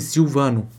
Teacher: Em português a gente fala assim, Silvano. O L tem som de U. Mas em italiano é Silvano.